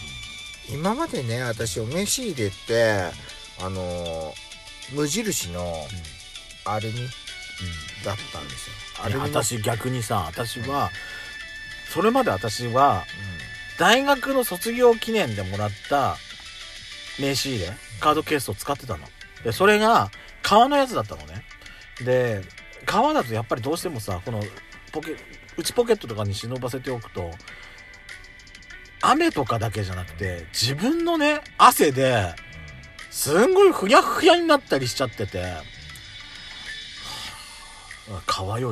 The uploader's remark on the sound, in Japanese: パーキング収録